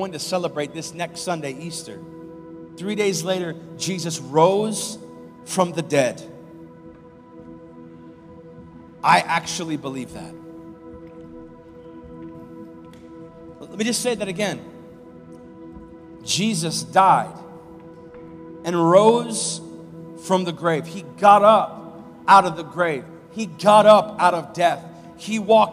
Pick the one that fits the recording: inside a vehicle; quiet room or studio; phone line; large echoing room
large echoing room